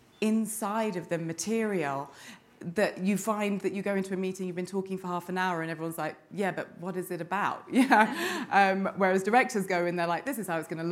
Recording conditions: live audience